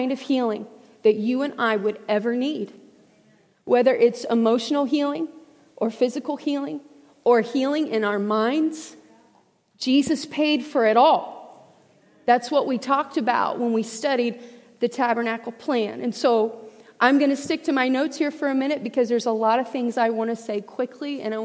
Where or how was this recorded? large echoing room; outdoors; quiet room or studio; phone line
large echoing room